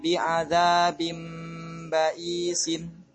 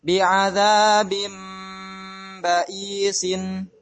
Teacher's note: Itu menandakan ba-nya itu tanwin. Tanwin yang diganti nun matinya dengan mim. · Term: qalb